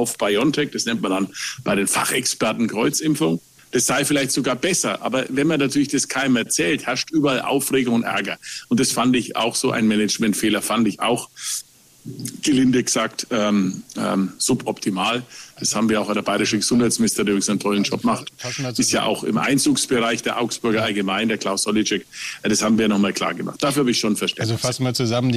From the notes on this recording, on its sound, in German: Podcast zur Veranstaltung "Augsburger Allgemeine Live"